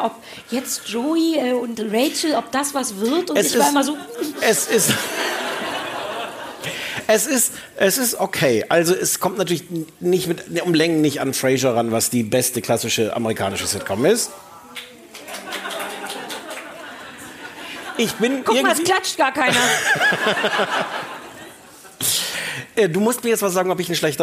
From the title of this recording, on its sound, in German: vor Publikum!